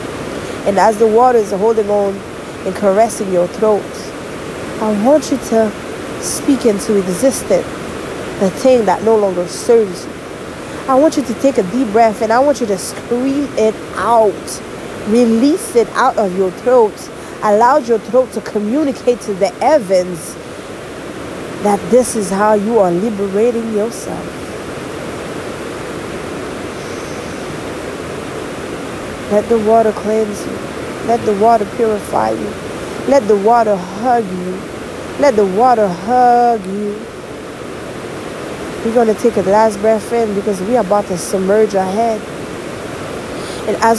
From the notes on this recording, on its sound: Today I am in the mountain in the sound & scenery was simply majestic.